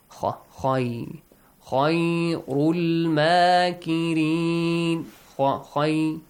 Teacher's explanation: You have to pronounce it with a heavy sound when it has a fatha.